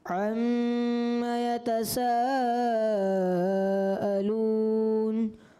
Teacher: ऐसा महसूस हुआ जैसे आम यानी आयन को पूर पढ़ दिया आपने